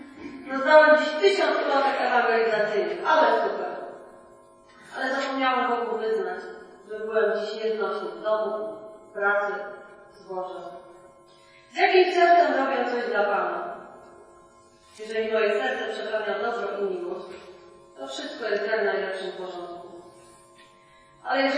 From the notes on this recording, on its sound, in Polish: Przepraszamy za słabą jakość nagrania. Kazanie najlepiej wysłuchać na słuchawkach.